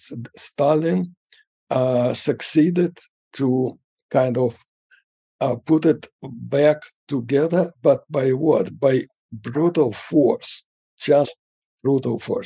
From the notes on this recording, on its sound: His precise location remains a secret, but through the magic of Zoom